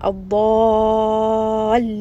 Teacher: And then also we are going to give this nebar. So we are going to raise the voice a little bit and give a bit of pressure on the lam. Adallin. So you can hear the voice was kind of raised in this med.